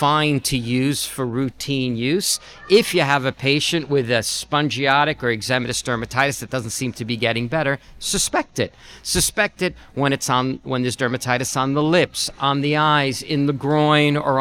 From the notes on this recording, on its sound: live at Winter Clinical Hawaii 2024